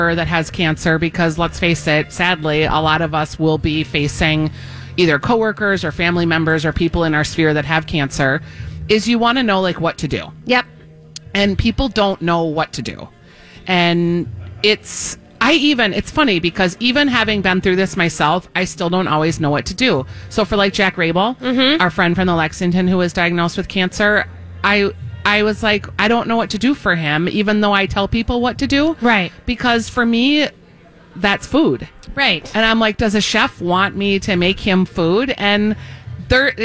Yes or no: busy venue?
yes